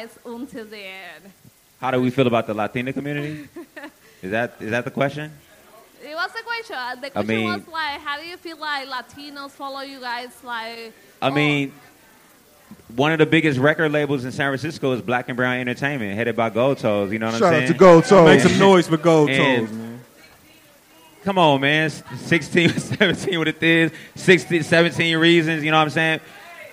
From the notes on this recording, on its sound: answer questions from the audience at the History of the Bay Day Party.